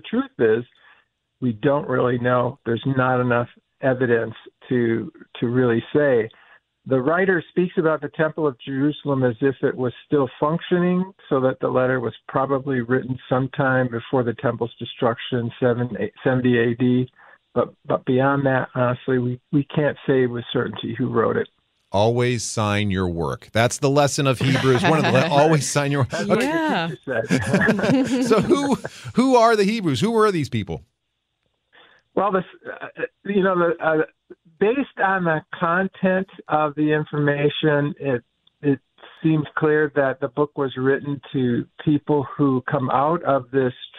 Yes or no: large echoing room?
no